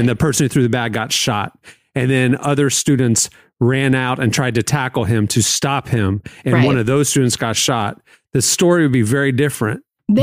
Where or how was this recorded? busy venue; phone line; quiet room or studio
quiet room or studio